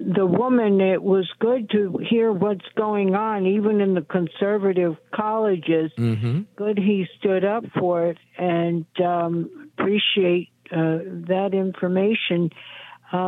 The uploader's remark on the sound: we take your calls in open phones across America